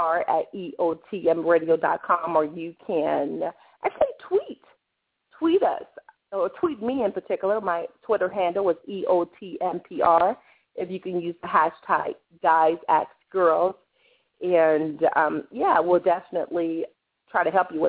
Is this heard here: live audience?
no